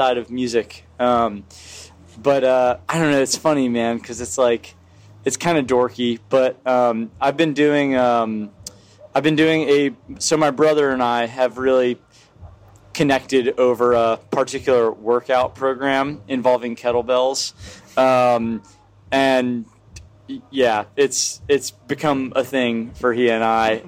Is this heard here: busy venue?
yes